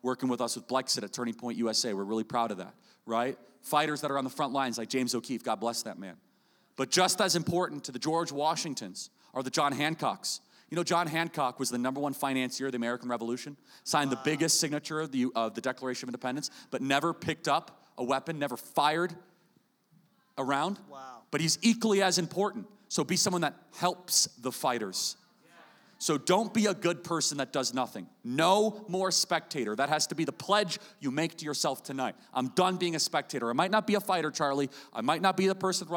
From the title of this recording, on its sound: Live in SLC